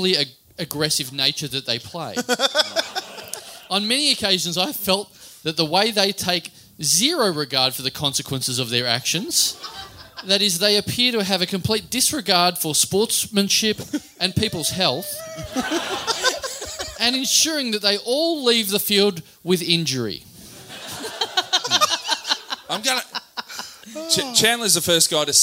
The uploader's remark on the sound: Recorded LIVE at The Main Bar in Ballarat